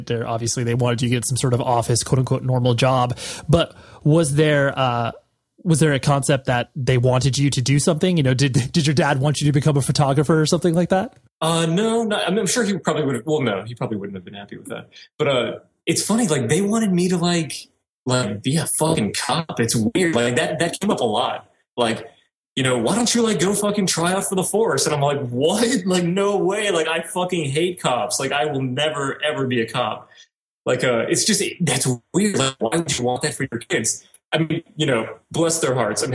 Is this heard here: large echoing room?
no